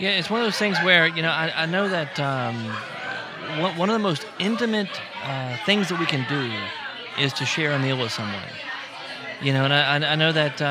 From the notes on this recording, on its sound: On-location at LOLA in Covington for the Vintner's Dinner, part of the A Taste of Covington event this weekend.